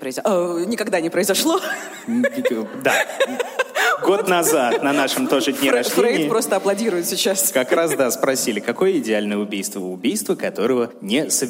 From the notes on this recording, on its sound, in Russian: Выпуск был записан на глазах у сотен человек в день трехлетия «Дневников Лоры Палны»